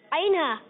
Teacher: عین اور ہا ادا ہوتے ہیں حلق کے درمیان والے حصے سے